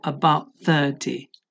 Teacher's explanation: esa T de about no suena como T, sino que la lengua toca los dientes para preparar el siguiente sonido que se produce entonces de esa manera.